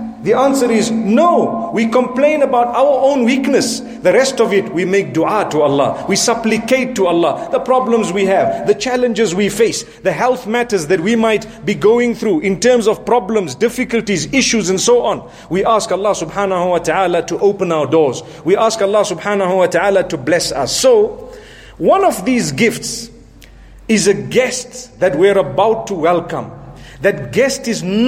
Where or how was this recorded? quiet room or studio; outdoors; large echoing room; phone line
large echoing room